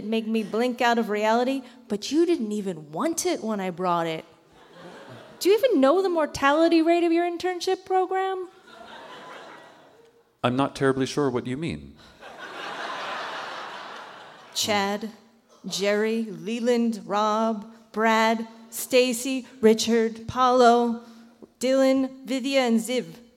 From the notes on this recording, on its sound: This episode was recorded live at The Town Hall in NYC.